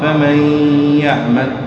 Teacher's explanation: الياء تشددها وتجعل معها غنة · Term: إدغام ناقص